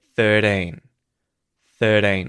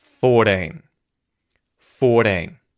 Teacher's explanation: In an Australian accent, that R isn't going to be pronounced and the T is going to become a T flap, 13. And I would emphasize the first syllable in this word.